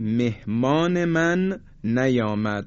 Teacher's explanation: وقتی که این رو تلفظ میکنیم میبینیم که زمانی که نون و میم رو تلفظ میکنیم همه اینها مثل یک آدمای سرماخورده، تمام این صداها یعنی میم و نون در فضای بینی هستند که بهش میگن غنه.